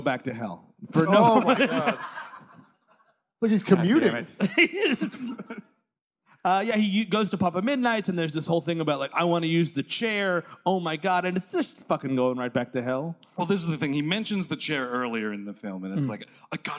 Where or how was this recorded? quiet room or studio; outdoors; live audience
live audience